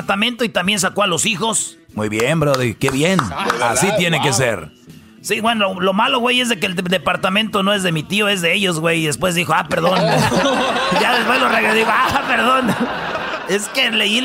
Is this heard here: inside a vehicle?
no